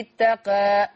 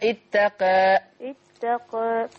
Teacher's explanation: الإمالة الصغرى إلى الفتح أقرب · Term: إمالة صغرى